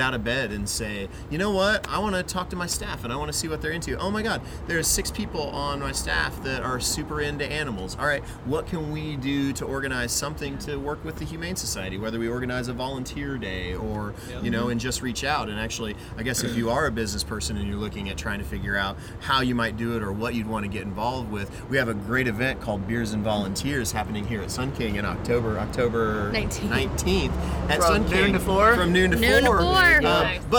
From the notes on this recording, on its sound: LIVE at Sun King Brewery in downtown Indianapolis!